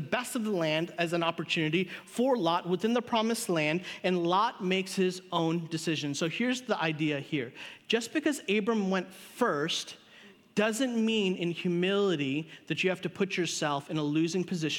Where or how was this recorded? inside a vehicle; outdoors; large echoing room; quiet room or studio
large echoing room